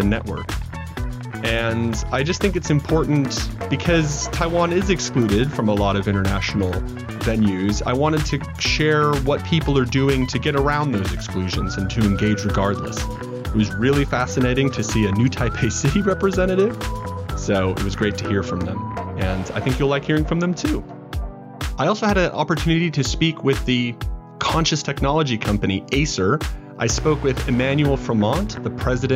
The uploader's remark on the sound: Live from COP28